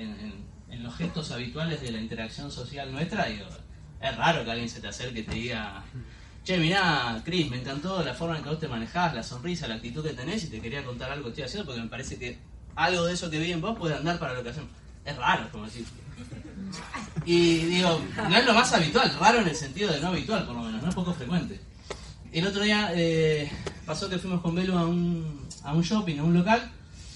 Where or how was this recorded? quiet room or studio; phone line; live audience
live audience